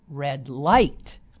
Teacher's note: most people put the accent not on the adjective there, but on the noun